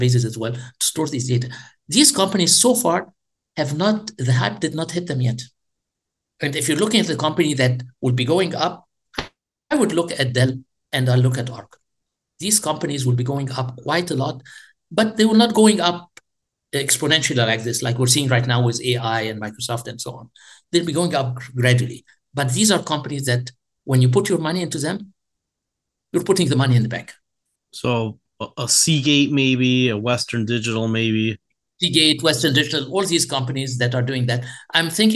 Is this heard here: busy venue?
no